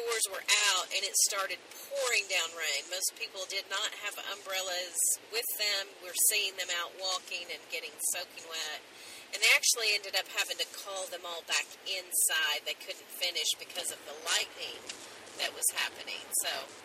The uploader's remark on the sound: We did something very different on this episode - we recorded on our way home from KY!